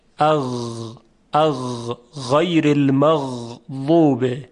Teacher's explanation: صدای غین صدای نرمی بود و جریان داشت